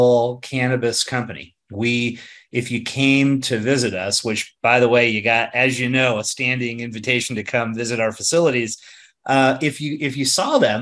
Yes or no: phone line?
no